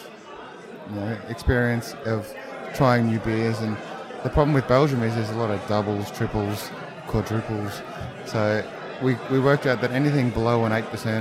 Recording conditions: busy venue